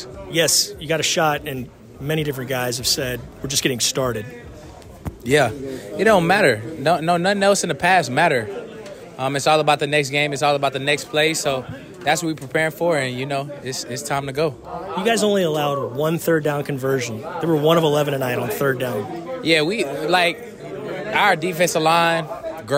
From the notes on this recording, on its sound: goes inside the locker room with some excited players